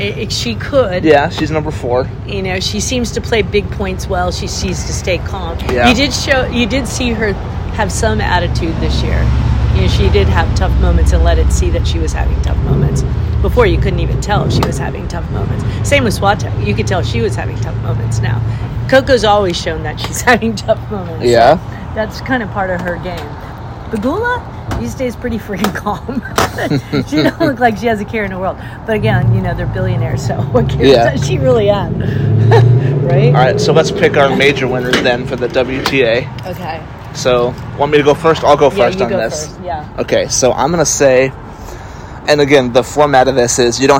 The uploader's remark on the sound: live from Dos Coffee and Wine